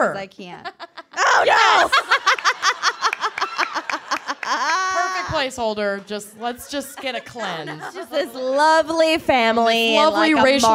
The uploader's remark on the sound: Boston LIVE. At a live show in Boston.